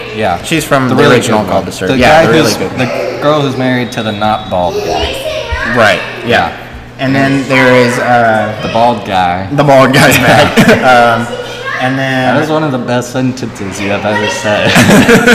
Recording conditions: background noise